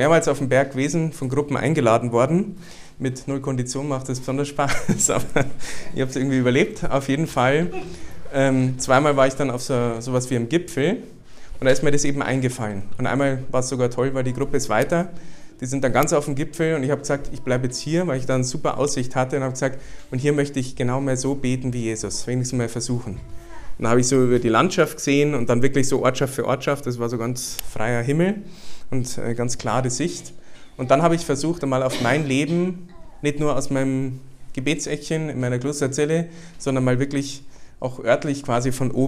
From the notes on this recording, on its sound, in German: Den Vortrag durfte ich beim Familien-Prayerfestival der JUGEND2000 halten.